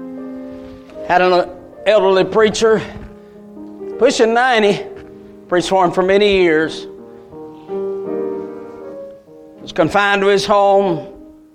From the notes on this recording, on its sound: A message Preached at Crossroads Baptist Church